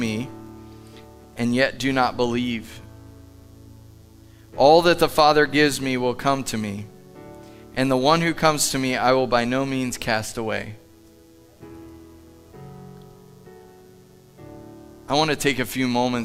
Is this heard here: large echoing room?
yes